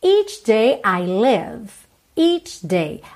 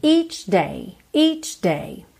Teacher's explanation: Atenção a essa pronúncia do CH, porque a gente tem esse som tch, tch, só que ele é bem curtinho